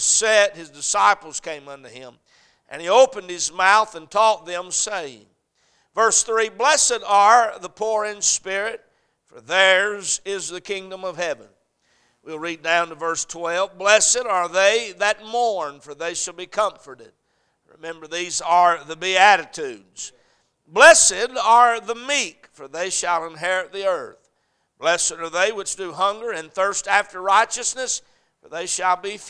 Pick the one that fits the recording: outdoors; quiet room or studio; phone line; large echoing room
large echoing room